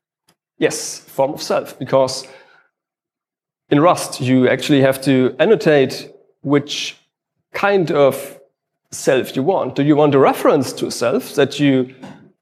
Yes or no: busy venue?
no